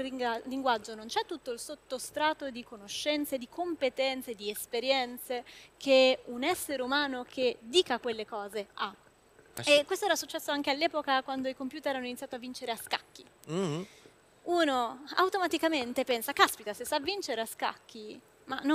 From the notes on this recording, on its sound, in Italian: Al Web Marketing Festival ho cogitato